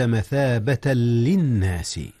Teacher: هنا جاء إدغام بغير غنة، إذ اللام ليست من أحرف الغنة